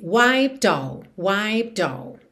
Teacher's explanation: Do P já vai pro D, que já junta no O.